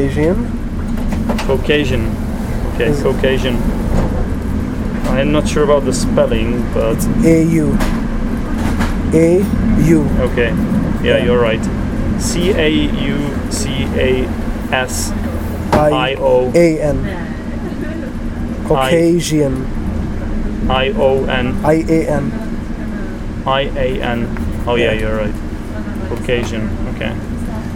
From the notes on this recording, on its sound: This episode was recorded on a train last winter. We were travelling from Podebrady to Prague.